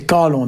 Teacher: le on bien rempli, nasalisé